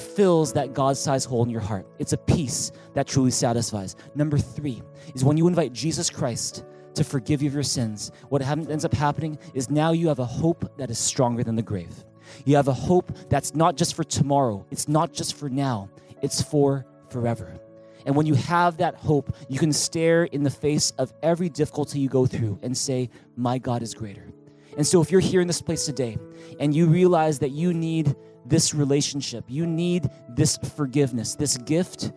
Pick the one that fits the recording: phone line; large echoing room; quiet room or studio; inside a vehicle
large echoing room